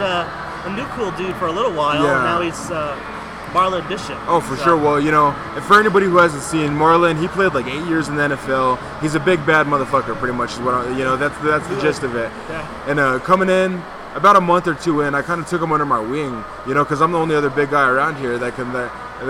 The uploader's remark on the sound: The Wrestling With Altitude podcast is on location at the Rackhouse Pub in Denver, CO for the very first onsite recording